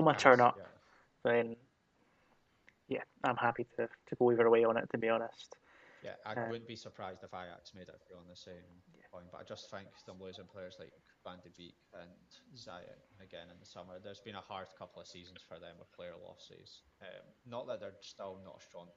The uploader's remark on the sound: We are aware of some audio issues